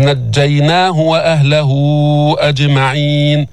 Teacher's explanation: ينقطع الصوت عند النطق بالجيم، مشددة أو غير مشددة، فهي من حروف الشدة ومن حروف الجهر، يعني منها ليست من حروف الهمس، فلا يجري النفس، لا يجري الهواء، لا يجري الهواء عند النطق بها.